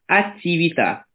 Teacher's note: смягчение буквы «д» и «т» перед буквой «и»